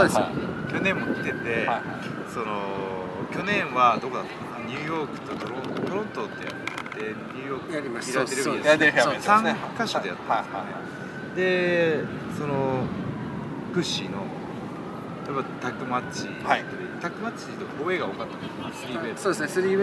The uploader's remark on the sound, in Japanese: あのニューヨークのセントラルパークで屋外収録!!今回は、屋外収録のため、部分的に聞き取りにくい箇所がございます。